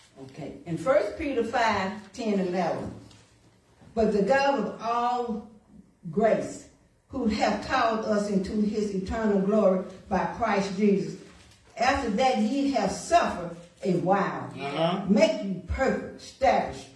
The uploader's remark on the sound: Sunday Morning Service